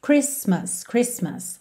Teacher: lembra que o T de Christmas não é pronunciado, tem um T aí no meio, C-H-R-I-S-T-M-A-S, mas esse T não é pronunciado, então pensa Christmas, Christmas, ok?